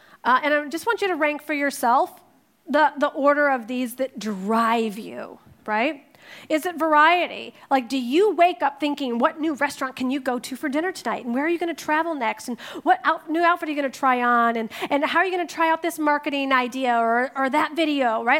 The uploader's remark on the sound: In this segment from a previous live event hosted in Paris.